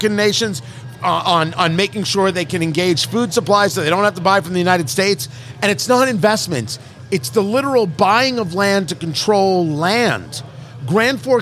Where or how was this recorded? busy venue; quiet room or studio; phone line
busy venue